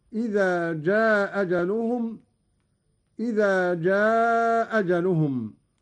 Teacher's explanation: قوله تعالى: لكل أمة أجل إذا جاء أجلهم. قرأ قالون بإسقاط الهمزة الأولى وله القصر والمد